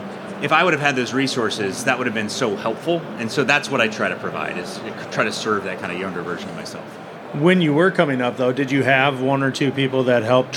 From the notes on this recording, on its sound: Live from AHR Expo in Chicago